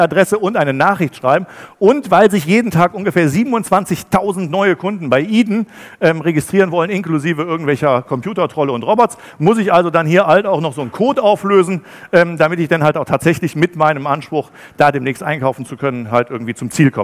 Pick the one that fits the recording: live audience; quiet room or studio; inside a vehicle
live audience